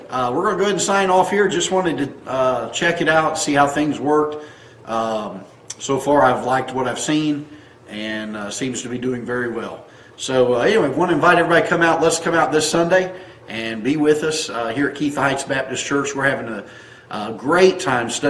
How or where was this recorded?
large echoing room